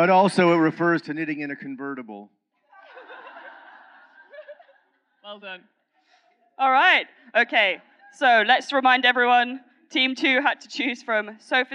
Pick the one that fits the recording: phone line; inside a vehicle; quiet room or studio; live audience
live audience